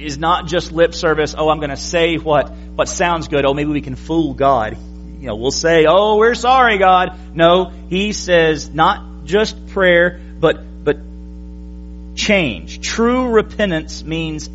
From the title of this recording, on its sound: January 22, 2017 PM Service